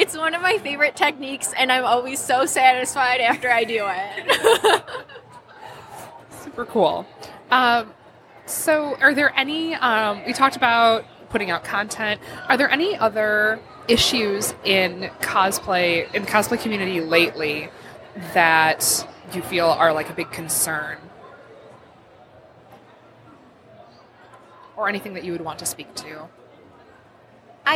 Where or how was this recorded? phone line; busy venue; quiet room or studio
busy venue